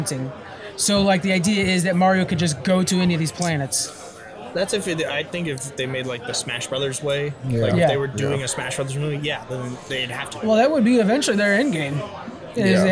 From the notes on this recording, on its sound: We're recording live from the Capital Creative Showcase 2023, a celebration of all things creative.